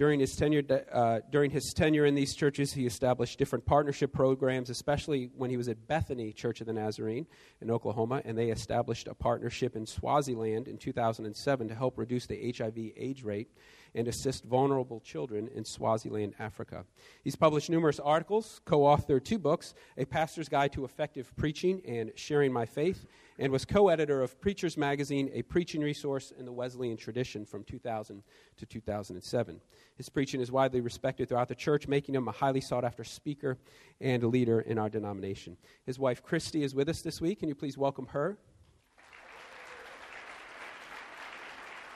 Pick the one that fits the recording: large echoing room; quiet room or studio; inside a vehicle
large echoing room